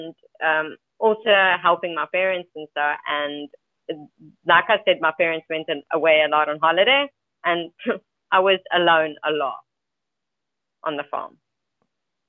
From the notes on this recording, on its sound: Freedomain Call.